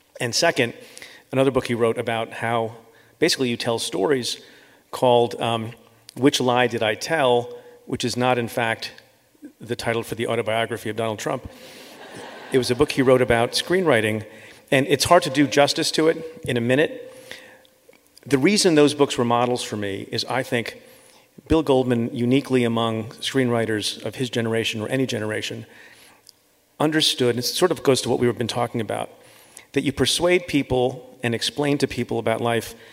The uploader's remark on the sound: Live from Los Angeles